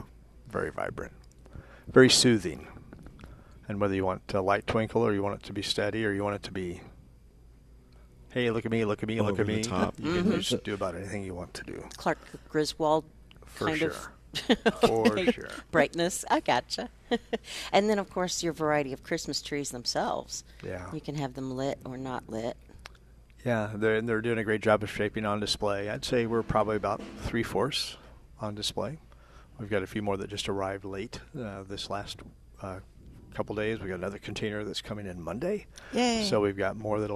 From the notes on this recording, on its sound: Plant Experts Live at Prairie Gardens 10-30-21.